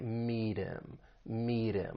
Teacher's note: And this can often happen with the H sound in words like he, him, or her, when they come in the middle or at the end of a sentence. Now, the final T in meet, we can use a flap T, and then link that soft D sound with the vowel sound in him.